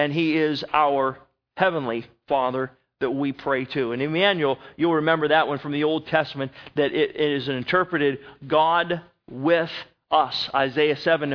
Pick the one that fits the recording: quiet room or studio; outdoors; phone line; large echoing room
large echoing room